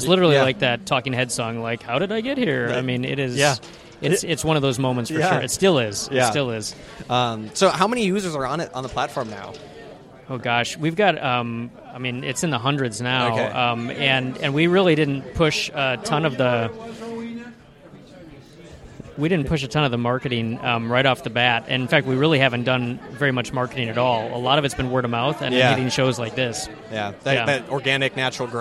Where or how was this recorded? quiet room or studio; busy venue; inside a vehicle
busy venue